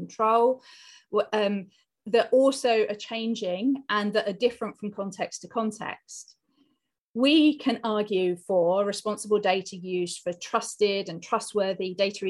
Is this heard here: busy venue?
no